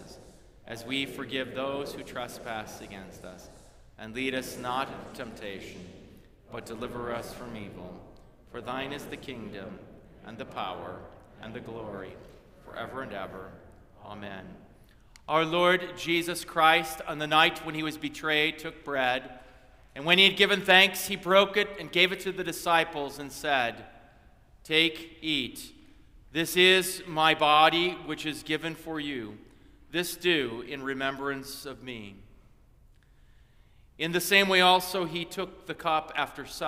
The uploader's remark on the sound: Christmas Eve Divine Service